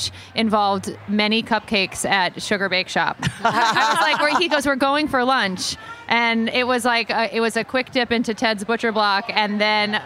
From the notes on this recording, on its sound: HRN On Tour recorded live at Charleston Wine + Food.